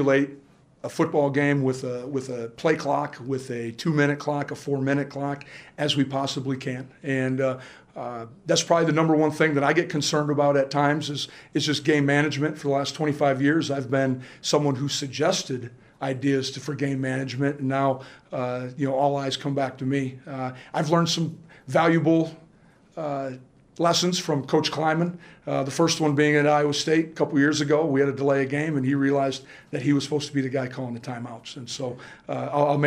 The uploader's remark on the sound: Press conference. Speaks with the media on Monday afternoon.